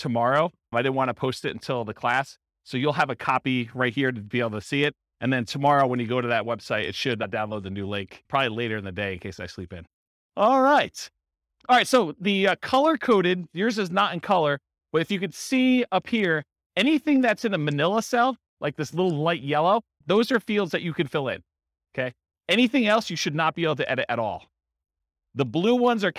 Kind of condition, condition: setting, live audience